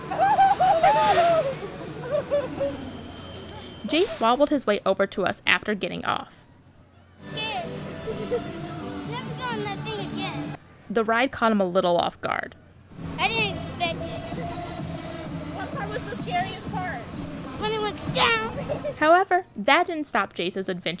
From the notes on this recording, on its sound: Sights & Sounds of Kentucky State Fair: Rides by 89.3 WFPL News Louisville.